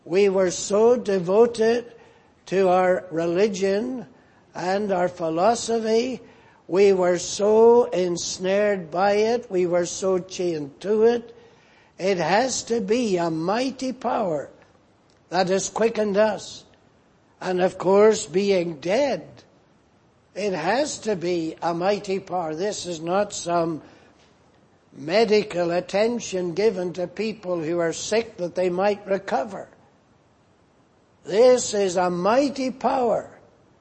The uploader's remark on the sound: Preached in Grafton. At the Lord’s Day Evening service on 4th February, 2024.